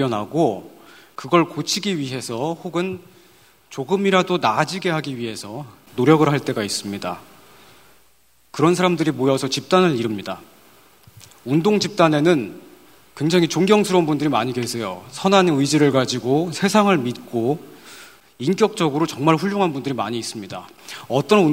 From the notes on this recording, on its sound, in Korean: 500회 특집 공개방송